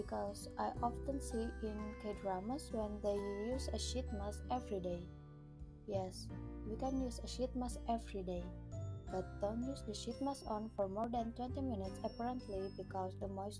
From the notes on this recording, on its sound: Cuz this is my first podcast, so I want to apologize if there are inconveniences for you while listening to this podcst such as inconsistent audio. Becarefull with the inconsistent audio !